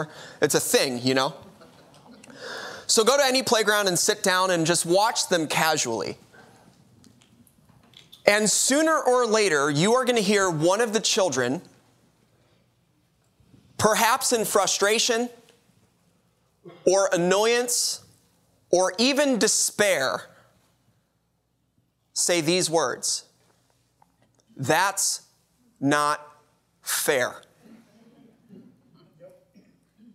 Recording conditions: large echoing room